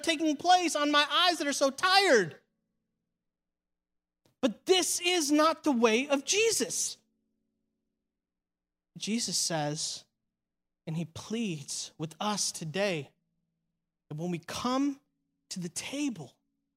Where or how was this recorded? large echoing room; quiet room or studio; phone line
large echoing room